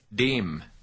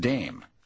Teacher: The vowel sounds do not glide from one vowel to another. They are sharper and more distinct. · Shown in: first take · You say dem, not dame.